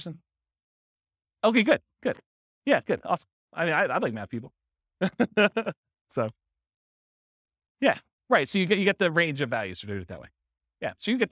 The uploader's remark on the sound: This was a live class recorded